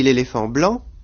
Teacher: quand je dis l'éléphant blanc, tout d'un coup, l'accent est passé sur blanc